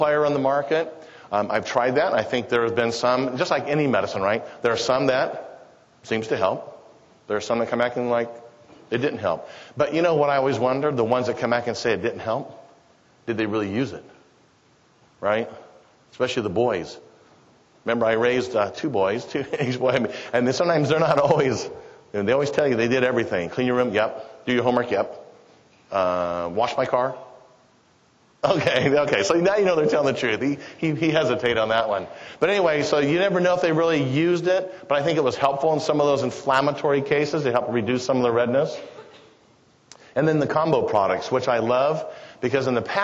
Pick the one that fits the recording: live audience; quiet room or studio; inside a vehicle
live audience